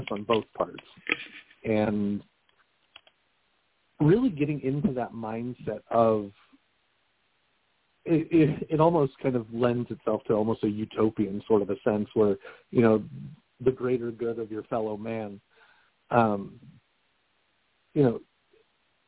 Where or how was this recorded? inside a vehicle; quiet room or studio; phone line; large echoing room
phone line